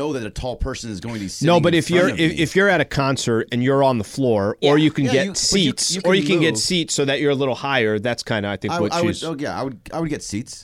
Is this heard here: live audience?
no